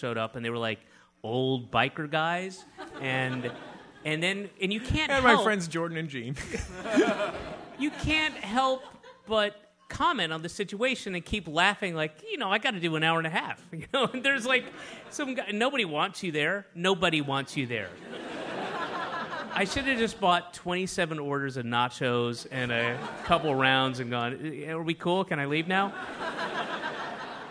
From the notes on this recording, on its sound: This show was recorded at The Bell House in Brooklyn, New York.